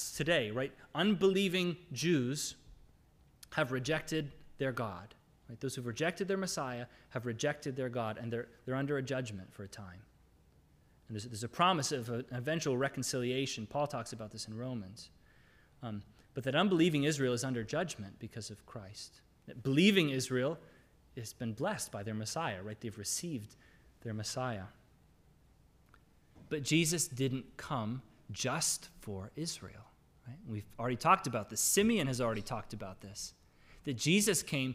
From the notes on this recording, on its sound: This is the audio from the entire service.